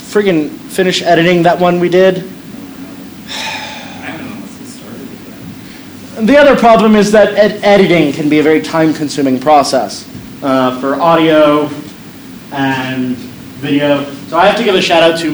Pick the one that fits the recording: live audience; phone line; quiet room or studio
live audience